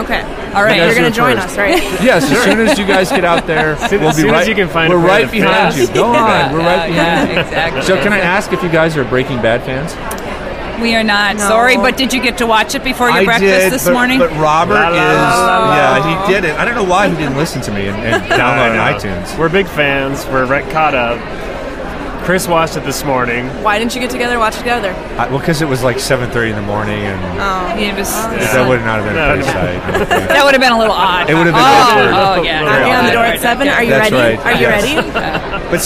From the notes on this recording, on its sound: Live from SHSMD13. Podcasting live from SHSMD 2013 in Chicago.